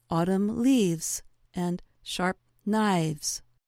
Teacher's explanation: Sometimes a consonant changes, as with words that end in an F sound, such as leaf. The voiceless sound f takes on a voiced quality, or v, and an s sound is added to the word.